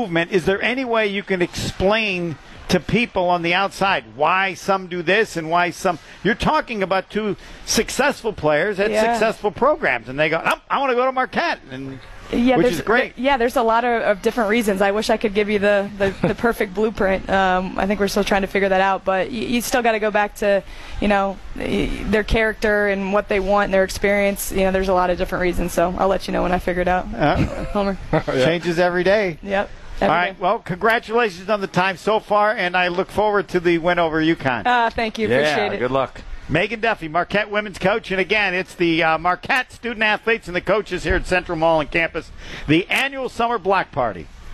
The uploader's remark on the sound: broadcast LIVE from the Marquette Athletic picnic